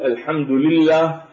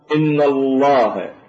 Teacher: اللام لها حالتان من حيث الصوت، مرة ترقق ومرة تفخم. ففرق بين أن أقول الحمد لله فاللام هنا مرققة، وبين أن أقول إن الله فاللام هنا مفخمة · Term: ترقيق اللام وتفهيمها